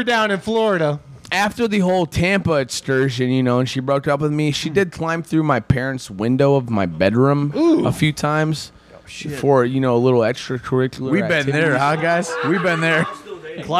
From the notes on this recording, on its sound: Live from the after after party